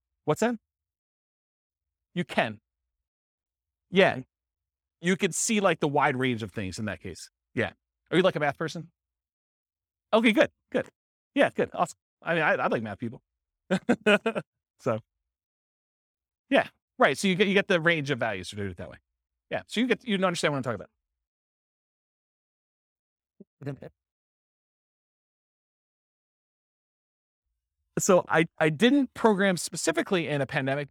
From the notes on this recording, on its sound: This was a live class recorded